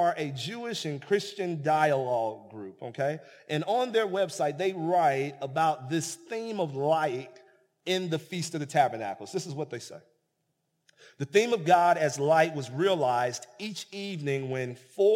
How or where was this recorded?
large echoing room